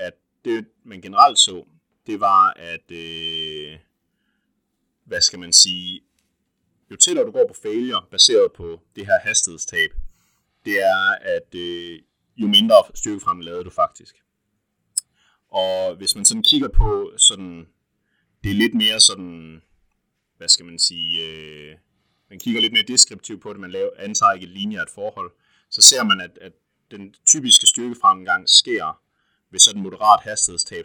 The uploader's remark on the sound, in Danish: Endnu engang døjer vi lidt med lyden, men vi arbejder på sagen.